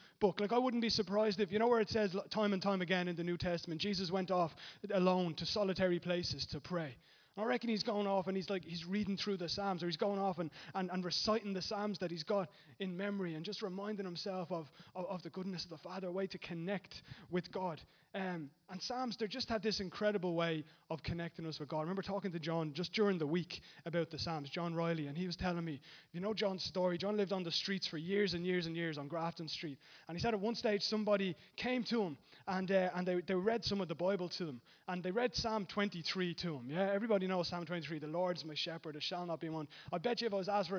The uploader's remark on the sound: Recorded live at Liberty Church.